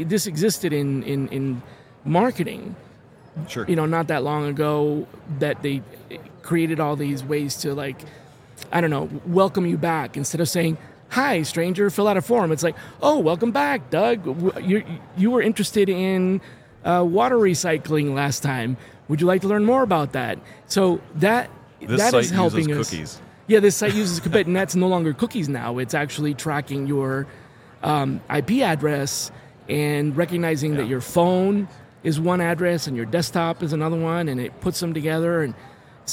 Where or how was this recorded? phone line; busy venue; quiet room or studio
busy venue